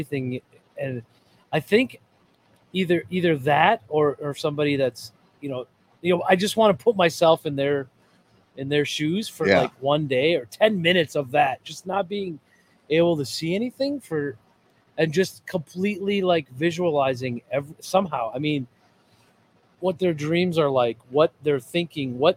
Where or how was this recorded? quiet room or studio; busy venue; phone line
busy venue